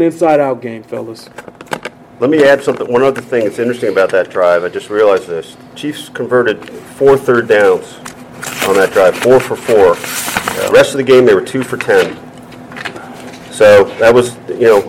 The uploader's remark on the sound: live from Arrowhead Stadium